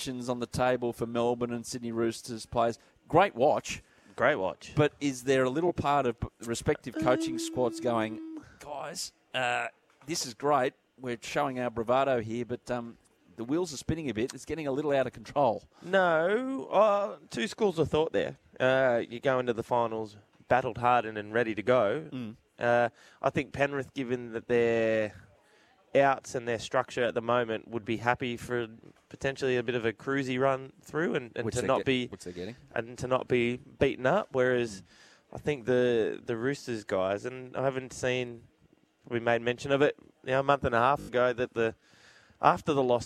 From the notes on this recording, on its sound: Live from the Jayco tent at Hawkesbury Lifestyle & Leisure show.